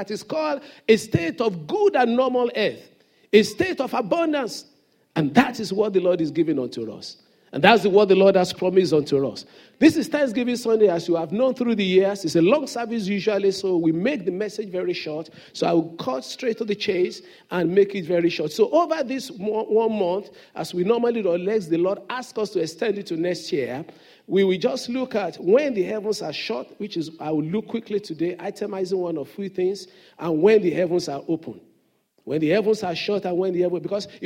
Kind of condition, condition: setting, large echoing room